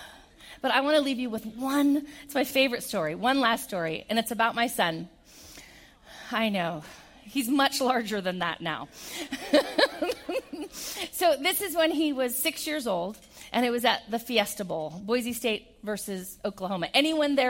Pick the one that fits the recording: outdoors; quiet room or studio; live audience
live audience